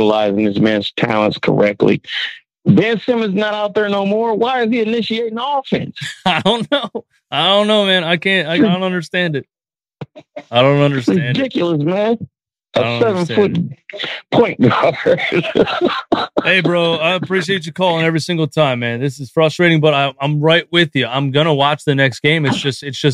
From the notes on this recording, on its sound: Here’s 15 minutes of live callers keeping it 100 percent.